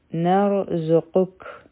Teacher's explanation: په کاف باندې چې مونږ ودرېږو نو دلته کې به همس کوو، یعنی سا به جاری وي.